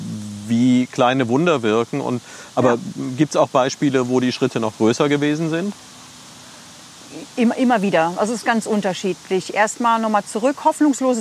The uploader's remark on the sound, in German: Diesmal habe ich mich mit dem Podcast zum ersten mal nach draußen getraut: Die Aufnahme ist am Rheinufer entstanden. Diesmal habe ich mich mit dem Podcast zum ersten mal nach draußen getraut: Die Aufnahme ist am Rheinufer entstanden. Im Engerser Feld, am Ende der Panzerstraße.